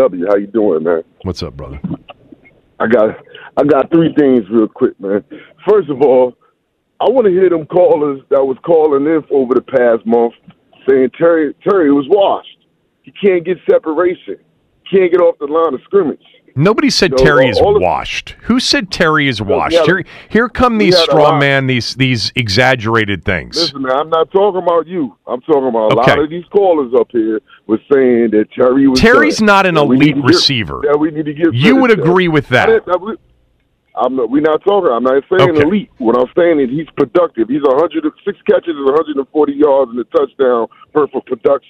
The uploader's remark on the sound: opened up phone lines to allow callers to weigh